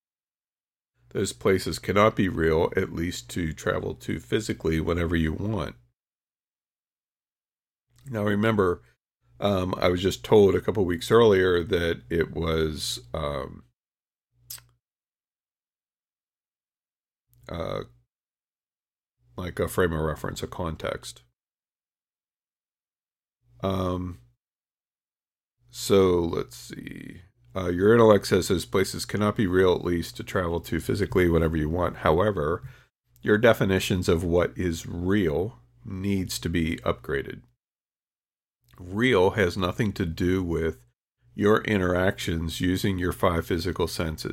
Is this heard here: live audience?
no